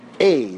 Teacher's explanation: Lithuanian Jews they say a, much more like a tsere type sound